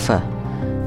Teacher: labiodental, which is between the teeth and the lip